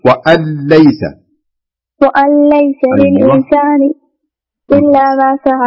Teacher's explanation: النون ما نبغاها تظهر أبدا، نريد أن ندغمها في اللام إدغام خالص كامل